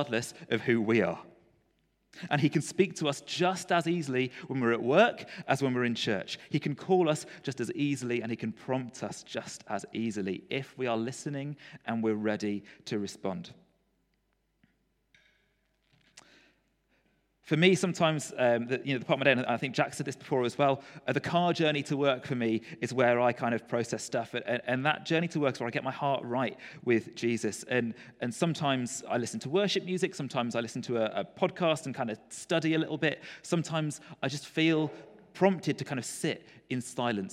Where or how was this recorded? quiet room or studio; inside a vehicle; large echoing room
large echoing room